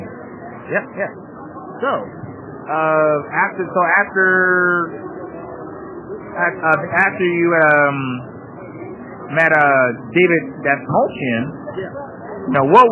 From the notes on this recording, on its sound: This episode was recorded at Planet Comic Con in Kansas City, MO, April 30, 2017, day 3.